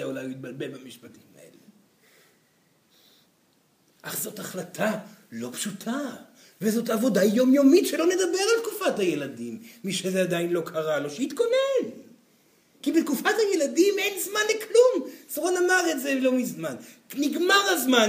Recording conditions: live audience